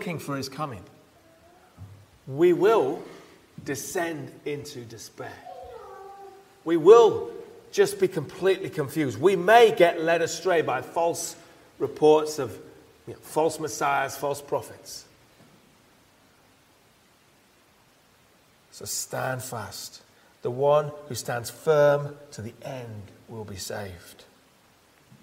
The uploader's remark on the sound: He preached at Pembury Baptist Church on 3rd December 2023.